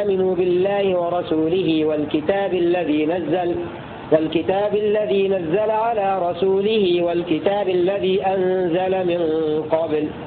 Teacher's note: بفتح النون والزاي في نزل وفتح الهمزة والزاي في أنزل